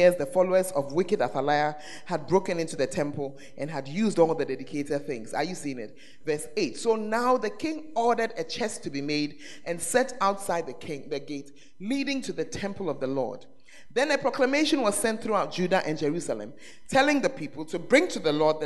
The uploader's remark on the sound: Preached at The Art Of Evangelism Conference.